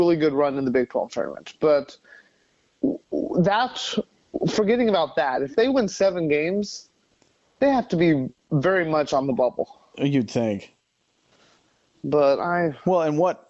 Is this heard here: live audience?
no